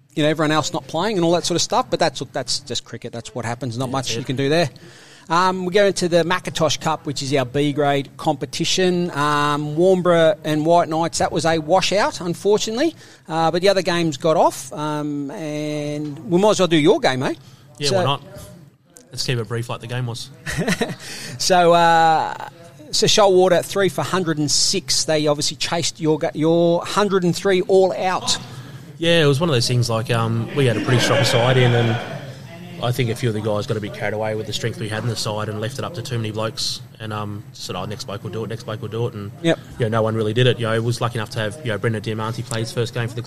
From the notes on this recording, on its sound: Live from Mandurah CC. Recorded LIVE (listen for the typical vibe from cricket clubs across the land on a Thursday selection night), we venture to downtown Mandurah.